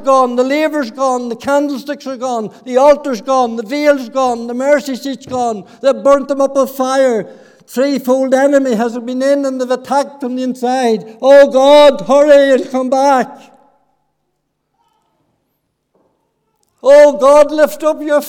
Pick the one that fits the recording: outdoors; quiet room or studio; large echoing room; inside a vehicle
large echoing room